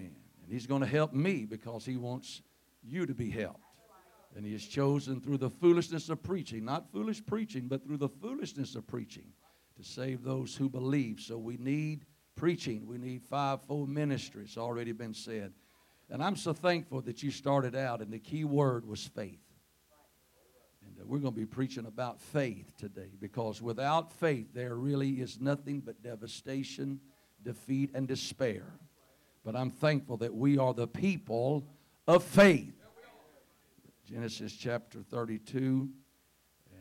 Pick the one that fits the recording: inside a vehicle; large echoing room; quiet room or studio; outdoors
large echoing room